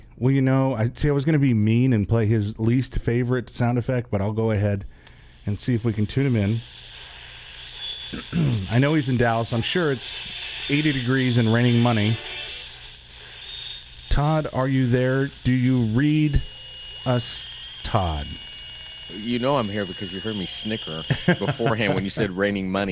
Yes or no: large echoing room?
no